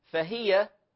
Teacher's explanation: لاحظوا الهاء مكسورة الهاء مكسورة، فلا أسكنها